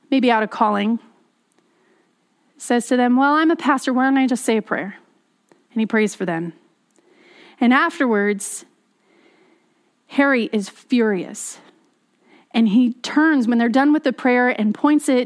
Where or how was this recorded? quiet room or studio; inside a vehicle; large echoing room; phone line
large echoing room